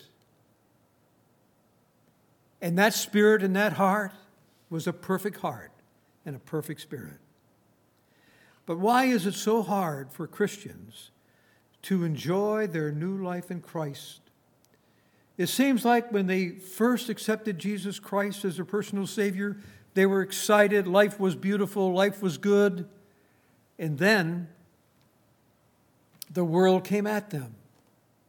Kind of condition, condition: setting, large echoing room